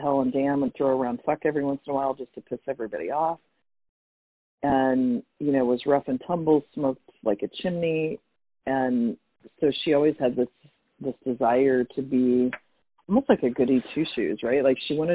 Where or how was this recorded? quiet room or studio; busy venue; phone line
phone line